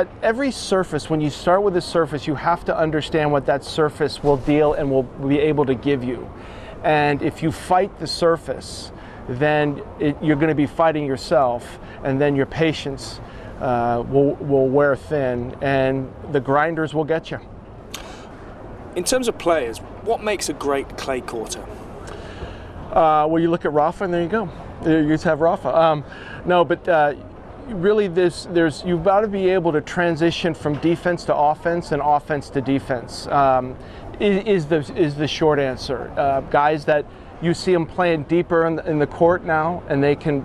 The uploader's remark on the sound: This interview was recorded during the 2022 Rolex Monte-Carlo Masters.